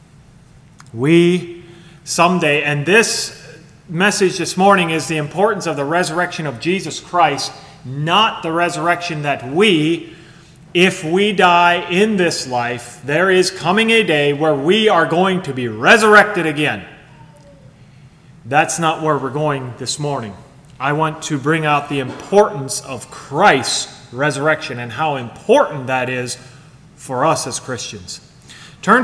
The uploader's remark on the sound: Sermon Recorded at Millmont Mennonite Church recorded on 7/16/2023